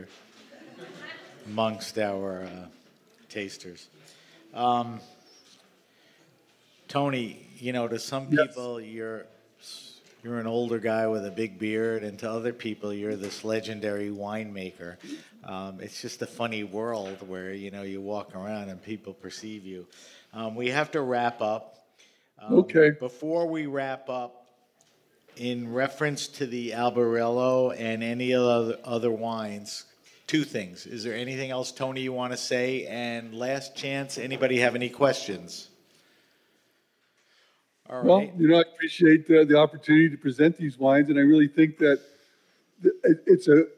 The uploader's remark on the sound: This episode of HRN On Tour comes to you live from Raw Wine 2023 in East Williamsburg, Brooklyn. This episode of HRN On Tour comes to you live from Raw Wine 2023 in East Williamsburg, Brooklyn. Taking place at 99 Scott , this ‘Speakers’ Corner’ event. The audience tastes his 1980 vintage.